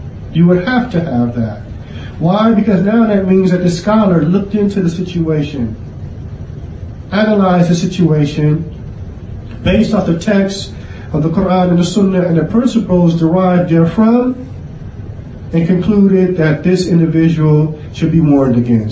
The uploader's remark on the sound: Clip taken from, Repelling Corrupt Principles Ascribed To Salafiyyah Conference 2019 (Lecture given at Masjid Ahlil Hadeeth, Philadelphia, Pa).